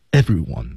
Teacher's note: everyone 是上齿咬下唇内侧